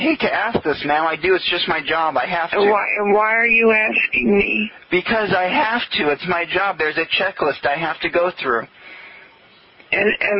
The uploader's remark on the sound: RBCP's Personal Prank Phone Calls Collection